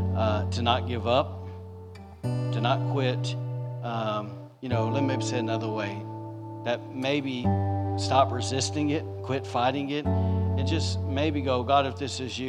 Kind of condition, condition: setting, large echoing room